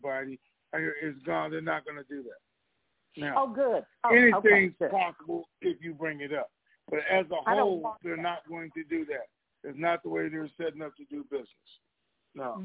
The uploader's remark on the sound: TNTSuperfantastic Conference Call